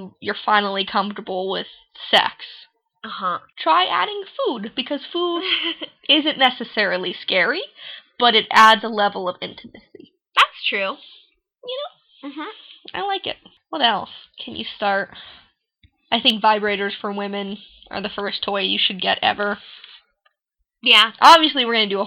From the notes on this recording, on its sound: This time with some technical difficulties! Excuse the sound quality.